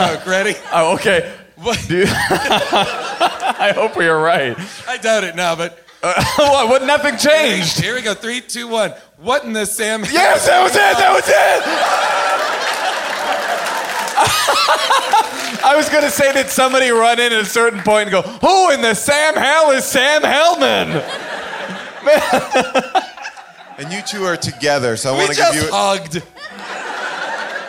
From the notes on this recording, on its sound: Recorded LIVE from the world famous Largo at the Coronet in Los Angeles. A real veterinarian from the audience answers the question of the night.